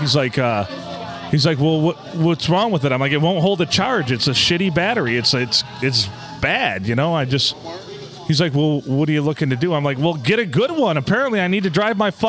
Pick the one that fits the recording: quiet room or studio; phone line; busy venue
busy venue